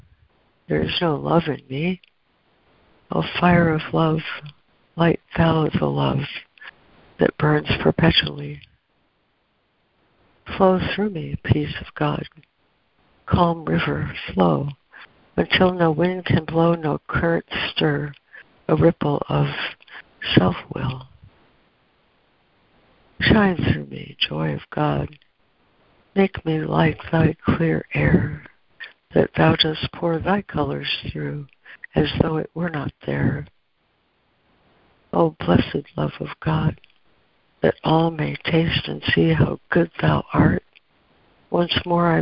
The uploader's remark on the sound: ACIM Daily Conference Call.